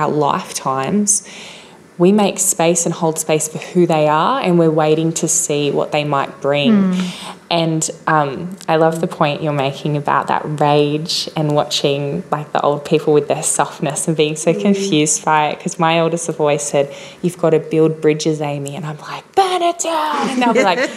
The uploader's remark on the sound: This event was recorded on Monday 7 November 2022 as part of the Wheeler Centre's Spring Fling: A Short Series of Big Ideas program.